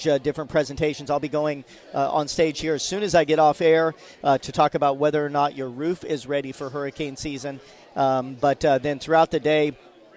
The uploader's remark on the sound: live this week from the First Alert Hurricane Expo